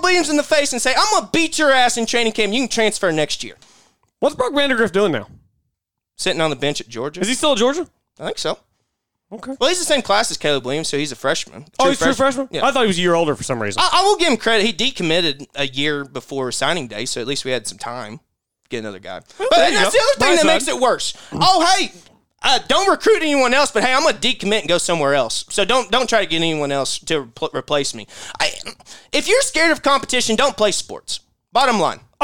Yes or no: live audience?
no